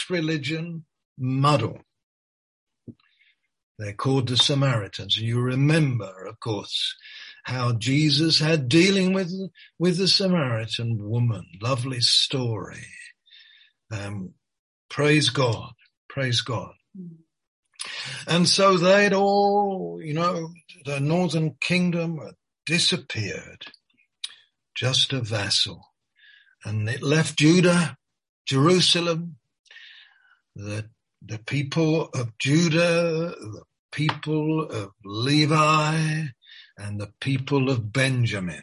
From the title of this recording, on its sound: Malaysia Meets (Zoom)